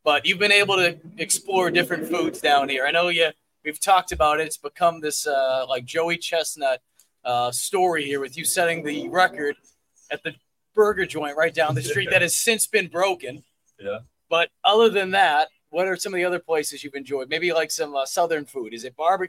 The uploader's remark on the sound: A new live in-person show at CB18 Bar & Grill for Gamecock student-athletes through the Garnet Trust.